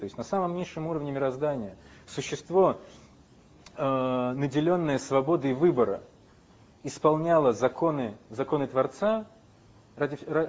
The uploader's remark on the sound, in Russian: С небольшими дефектами звука.